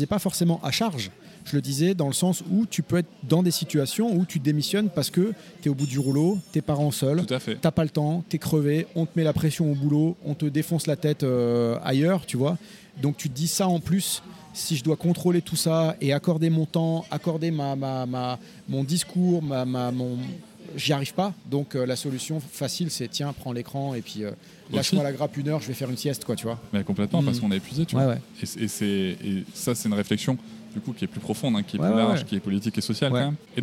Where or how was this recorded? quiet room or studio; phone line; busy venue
busy venue